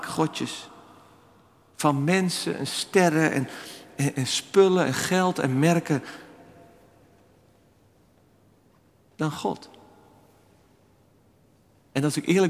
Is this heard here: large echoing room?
yes